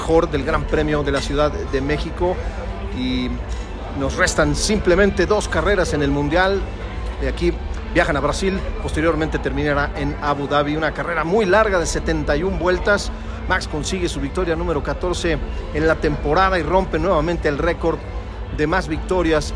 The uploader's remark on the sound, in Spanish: También platicamos en vivo desde el autódromo.